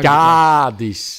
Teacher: Nee, je hebt het blijkbaar met een langere A. · Term: lange A